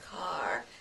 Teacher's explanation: Car, that open ah sound from the heart.